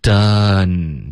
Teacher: done,结尾舌尖要顶上颚，千万不要用一个 on 的音